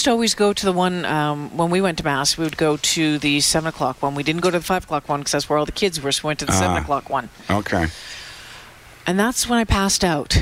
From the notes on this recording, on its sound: broadcast live from Santas Anonymous depot